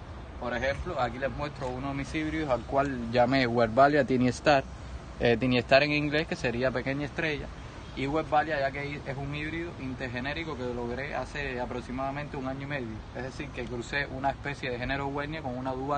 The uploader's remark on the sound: Excuse the noise caused by the wind blowing hard on the roof of my home.